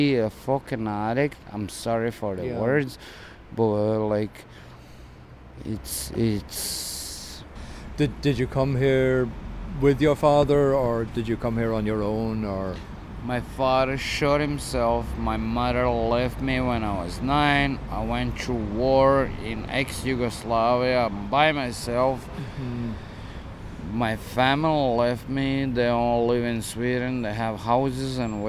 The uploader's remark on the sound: The Criminal Courts in Dublin City Centre. Chats to people outside the Criminal Courts in Dublin's City Centre.